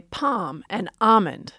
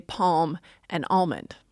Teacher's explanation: Many speakers still don't have an L · Shown in: first take